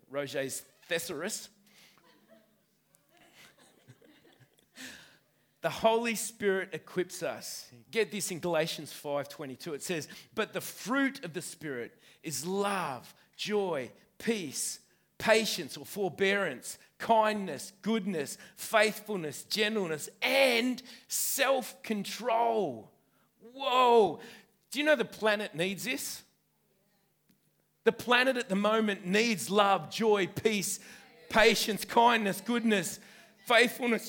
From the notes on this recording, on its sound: This message was recorded on 05/05/2019 at the 11am gathering.